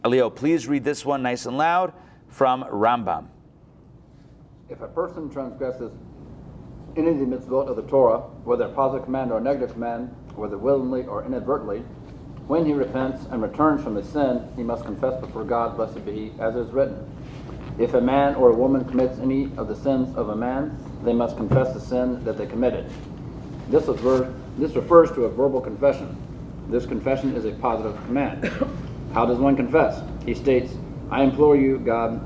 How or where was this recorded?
live audience